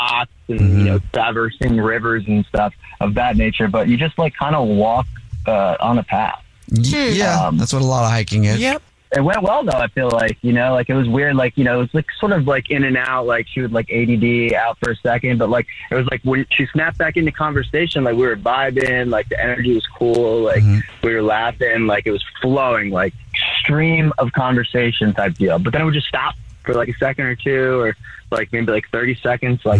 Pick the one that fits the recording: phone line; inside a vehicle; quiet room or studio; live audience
phone line